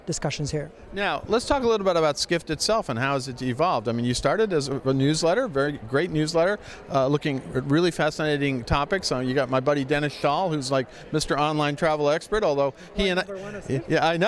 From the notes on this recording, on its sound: At New York’s Jacob Javits Center.